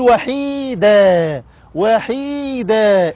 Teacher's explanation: بنقول دال فتحه ألف مد عوض حركتان عند الوقف